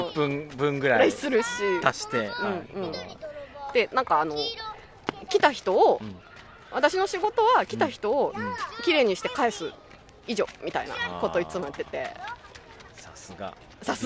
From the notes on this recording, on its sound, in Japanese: 広場で遊ぶこどもたちの声に包まれながら収録しました。話している場所: 初音の森。